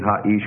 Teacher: This is what's called compensatory lengthening. So instead of putting the doubling in the following consonant, you have a compensatory lengthening. So it will be ha ish with a comas instead of with a pasach there.